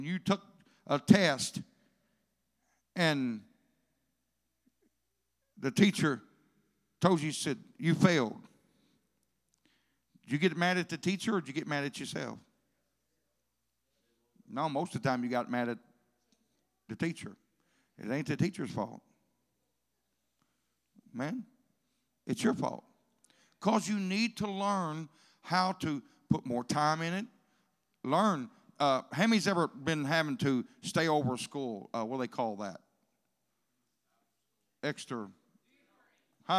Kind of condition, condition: setting, large echoing room